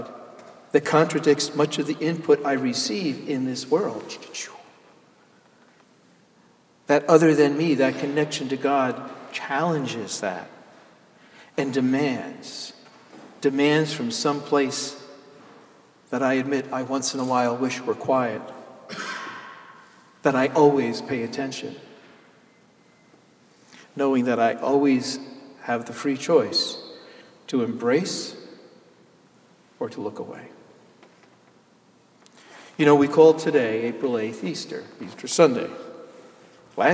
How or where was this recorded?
large echoing room